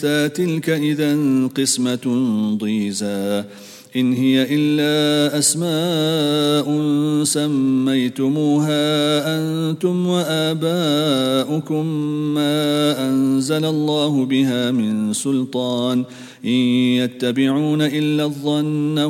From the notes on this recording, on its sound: at the Houghton Masjid (West Street)